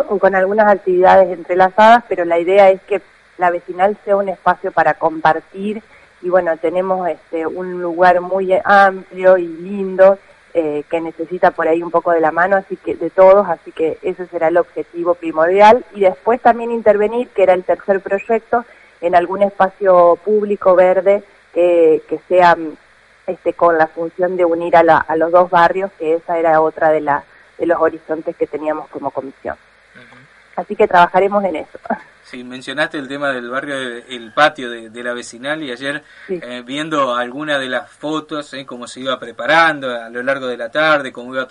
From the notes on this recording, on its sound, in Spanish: Entrevista telefónica con la Presidente de la Comisión Vecinal del Barrio Sur.